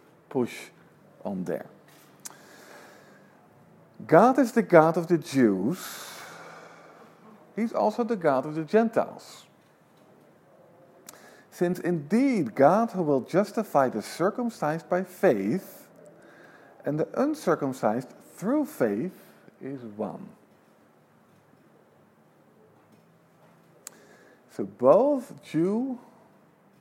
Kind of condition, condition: setting, large echoing room